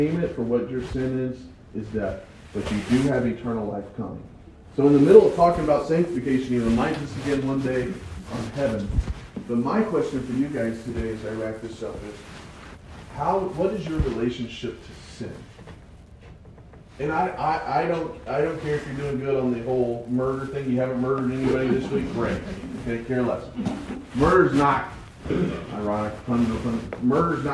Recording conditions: poor sound quality